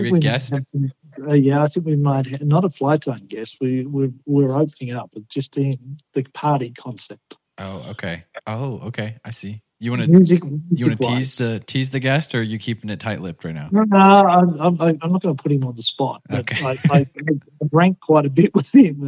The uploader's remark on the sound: Talk over the phone with the general manager and full-time guide out of Dally's Ozark Fly Fisher in Cotter, AR.